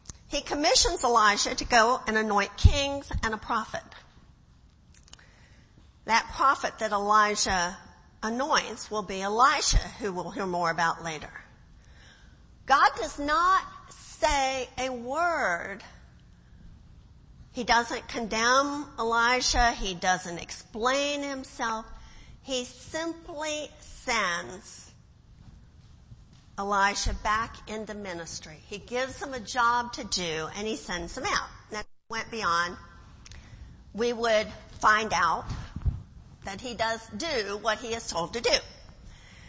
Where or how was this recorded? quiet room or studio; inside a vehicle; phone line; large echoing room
large echoing room